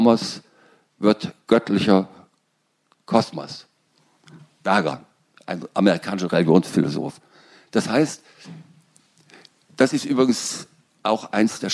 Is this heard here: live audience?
yes